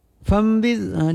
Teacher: nun mati bertemu dengan ba, yaitu dengan iqlab, yaitu membalikkan nun ke huruf mim lafat. Nun mati menjadi mim mati.